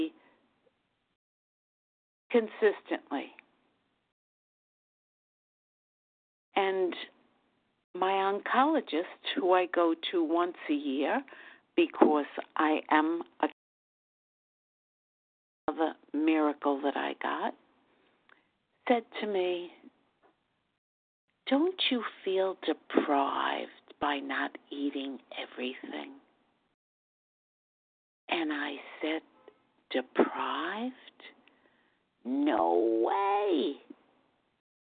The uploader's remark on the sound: Qualification from the 100 Pounders Phone Meeting.